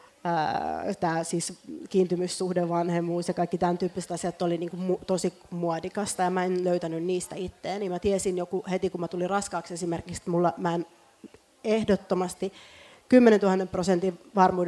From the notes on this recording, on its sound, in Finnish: Tämä jakso on äänitetty livenä F/Symposium -tapahtumassa.